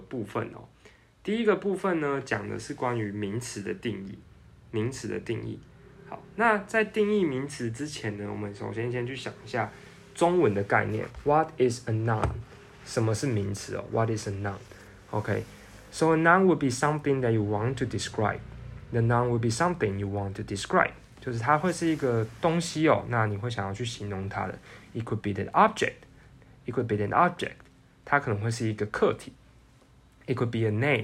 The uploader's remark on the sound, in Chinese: 電腦只錄了4分鐘，手機也只有錄到三十八分鐘。(手機旁邊錄音請見諒)。